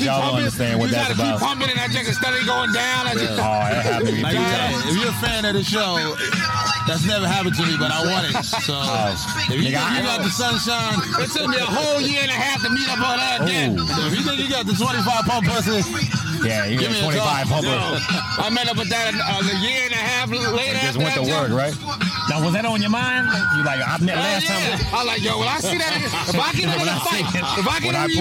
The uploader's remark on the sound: On Location In Mission Beach California.